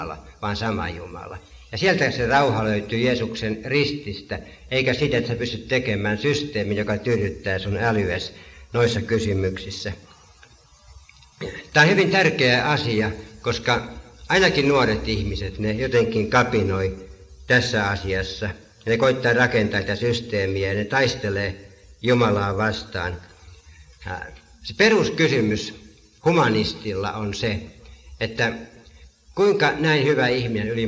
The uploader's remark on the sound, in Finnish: äänitetty Helsingissä Sanan kulmassa 1983